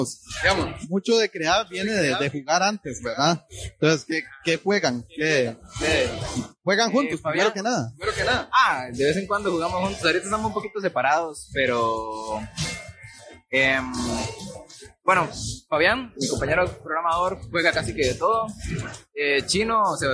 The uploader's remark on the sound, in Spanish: El audio ha sido tomado de las transmisiones en vivo hechas en la sala magna de la UNED de Sabanilla de San José. Disculpen los fuertes ruidos de fondo.